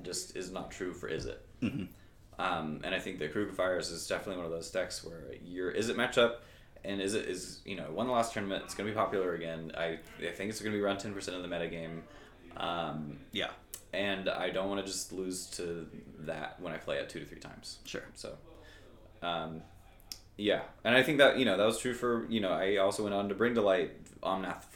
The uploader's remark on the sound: Live from Dallas TX! Hanging out in an echoey room.